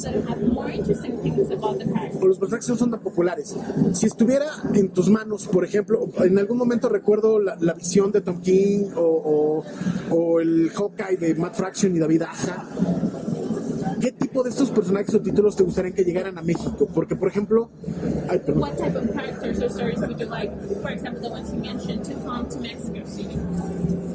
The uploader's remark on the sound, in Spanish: Estuvo en el stand de Panini Cómics México.